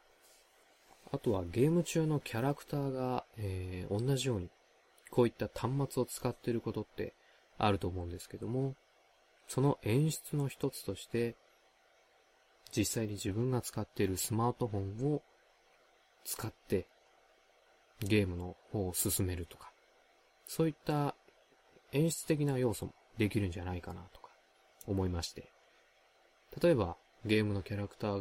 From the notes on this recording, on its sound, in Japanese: ソロでおしゃべり！本編中などで シャー という音が時折聞こえるかもしれませんが、これは録音の際に入ってしまったＰＣの音だと思います。